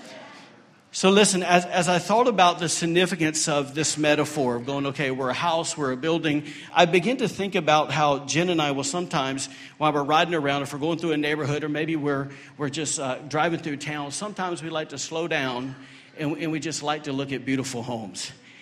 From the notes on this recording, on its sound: Recorded during Sunday morning service at Celebration Life Family Church.